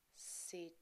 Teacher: The two middle syllables in the word situation are linked with a weak w sound.